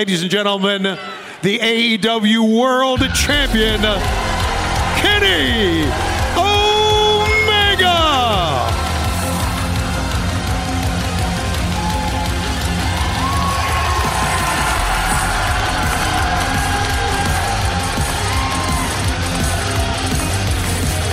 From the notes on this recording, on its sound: AEW Unrestricted was live at FanFest with a fantastic lineup of guests!